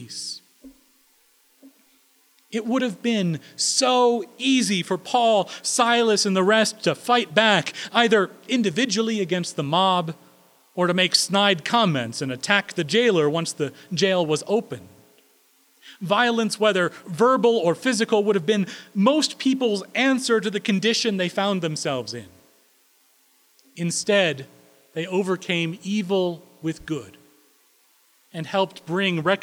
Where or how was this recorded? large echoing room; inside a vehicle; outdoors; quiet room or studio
large echoing room